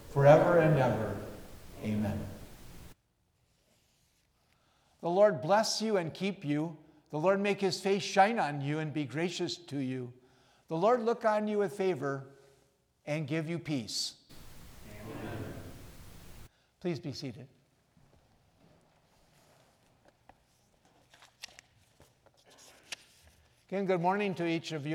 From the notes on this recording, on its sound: recorded on January 8 from Salem Lutheran Church in Owosso, MI